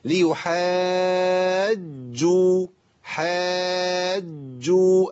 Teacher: نقول برضو ولا نقول ليحاجوكم برضو دي خطأ لازم أقطع الصوت عند الجيم الأولى